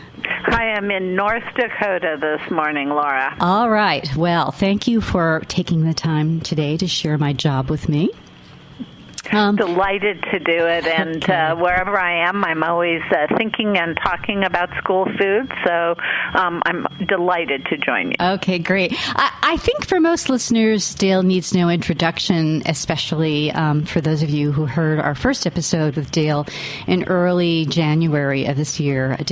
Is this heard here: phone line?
yes